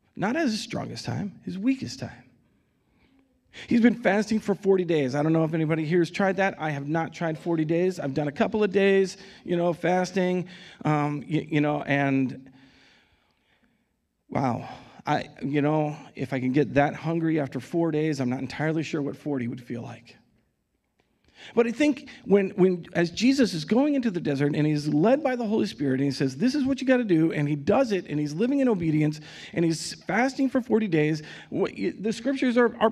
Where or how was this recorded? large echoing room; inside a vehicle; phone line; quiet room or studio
large echoing room